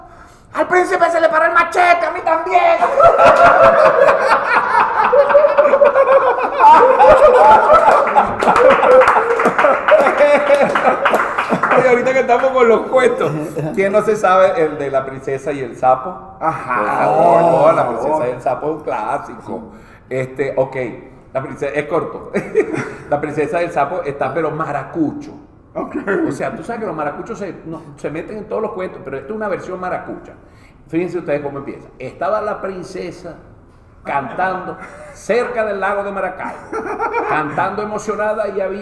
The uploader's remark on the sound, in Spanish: Techo Tres es un programa grabado en vivo.